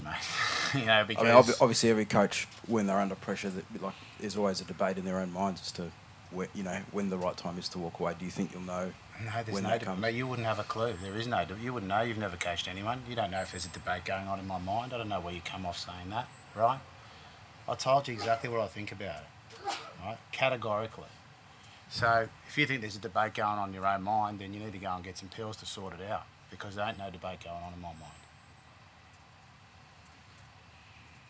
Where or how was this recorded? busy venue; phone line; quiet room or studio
busy venue